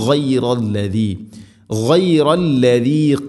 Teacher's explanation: ഗൈന് തൊണ്ടയുടെ മുകൾ ഭാഗം, വെളിവാക്കി ഉച്ചരിക്കണം, മണിക്കാതെ വെളിവാക്കണം